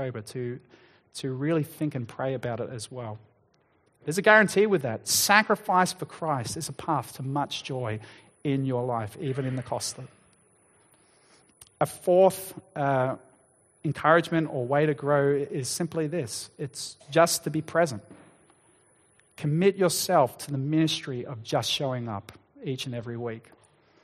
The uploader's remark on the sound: Sermon Recording